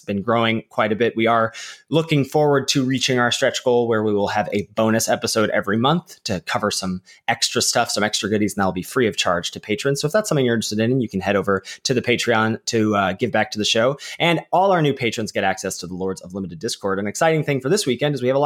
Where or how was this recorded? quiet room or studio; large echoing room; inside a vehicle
quiet room or studio